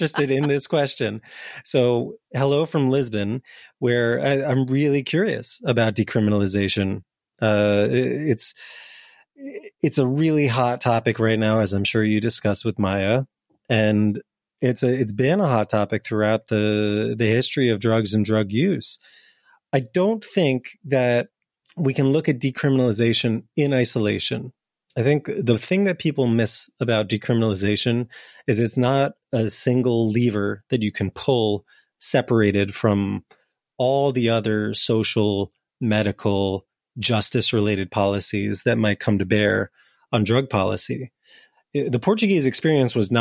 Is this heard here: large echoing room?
no